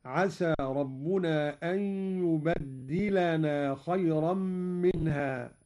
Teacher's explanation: قرأ قالون بتشديد الدال، هكذا عسى ربنا أن يبدلنا خيرا منها، على التكثير.